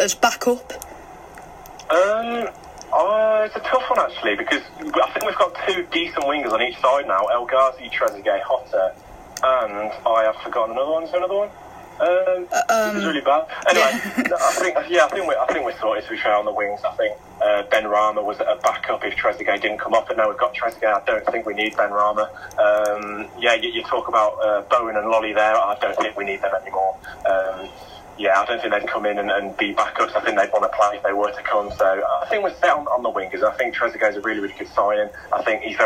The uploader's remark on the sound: Invites Villa fans onto the football phone-in.